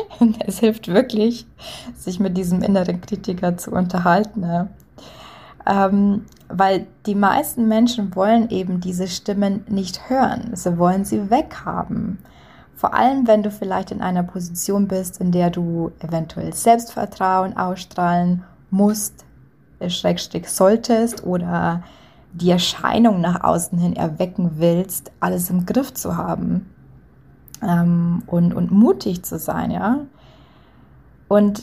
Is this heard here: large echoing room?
no